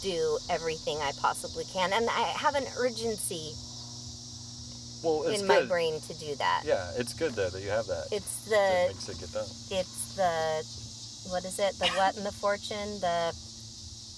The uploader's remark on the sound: from the back seat of an early 70's Mercedes parked outside the gallery